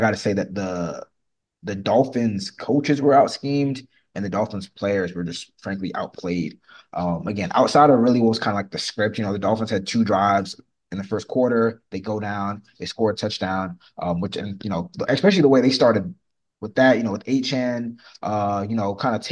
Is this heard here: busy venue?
no